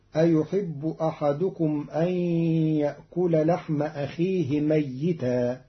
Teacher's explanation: قرأ قالون كلمة ميتا بتشديد الياء